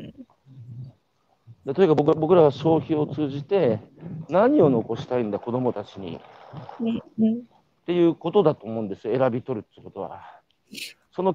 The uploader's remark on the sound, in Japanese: 歩きながら2時間、対談インタビューを受ける